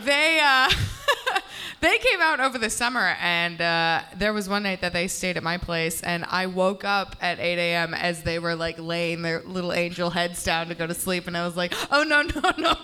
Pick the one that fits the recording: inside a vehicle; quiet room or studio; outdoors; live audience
live audience